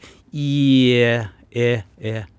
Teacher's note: Så e-en ligger mellom æ-en og i-en